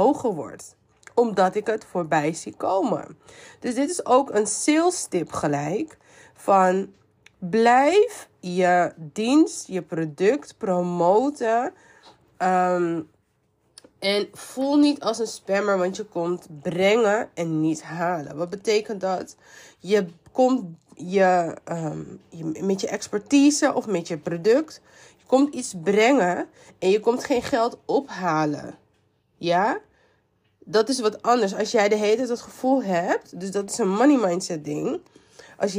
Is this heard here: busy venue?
no